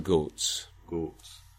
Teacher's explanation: if you start to go north a bit from London, you might start to encounter monophthongal O